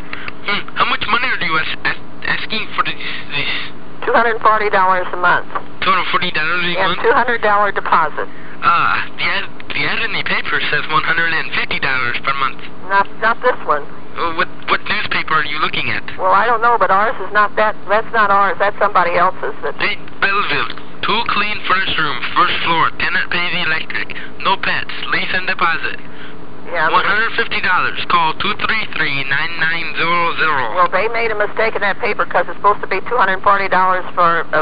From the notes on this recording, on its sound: Prank Phone Calls